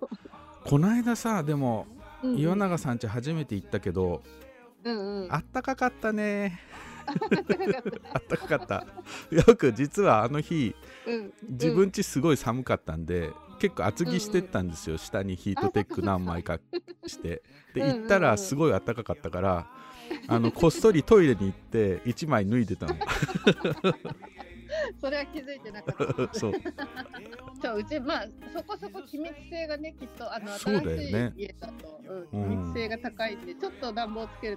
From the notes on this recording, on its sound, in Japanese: 場所は氏が関西遠征の折、定宿としている大阪・西成。東南アジアのゲストハウスのような佇まいの釜ケ崎芸術大学の軒先をおかりして、事前収録したインタビュー。